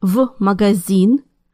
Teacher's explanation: it's hard to say F магазин, so Russians pronounce it as the letter V instead